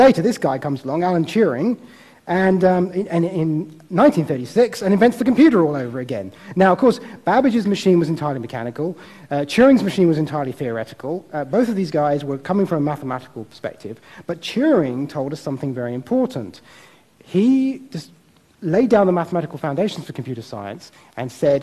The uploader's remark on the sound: Recorded at TEDxImperialCollege